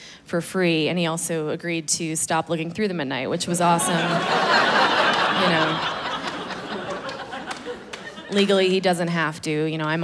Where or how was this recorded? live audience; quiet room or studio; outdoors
live audience